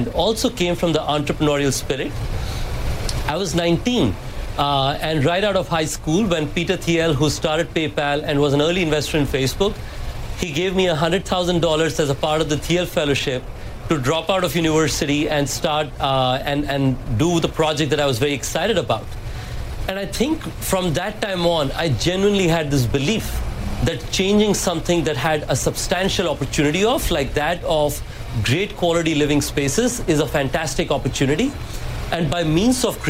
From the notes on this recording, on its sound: live from the New York Stock Exchange